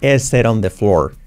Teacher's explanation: La T como R suave